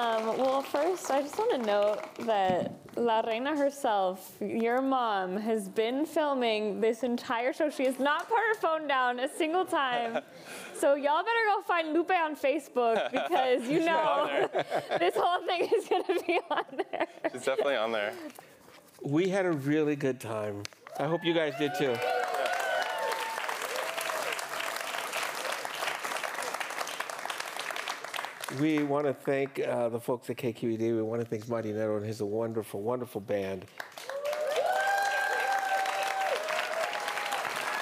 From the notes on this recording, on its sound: Traveled to NPR member station KQED in San Francisco to meet Alt.Latino listeners. This week's show is a recording of that live interview, full of great music as well as lots of laughs.